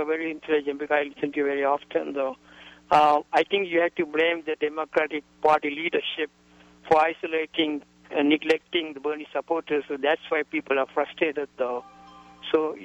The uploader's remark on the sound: joined by callers